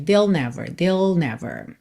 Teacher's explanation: Então, but they, você já junta o T de but no T de they, e esse they fica they'll, ok?